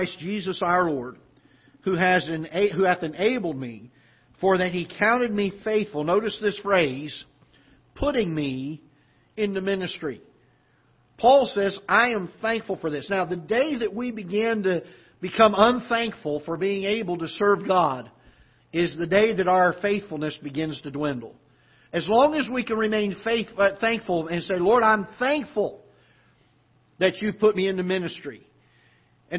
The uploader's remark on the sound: Ketha Heights Baptist Church ~ Live Broadcast.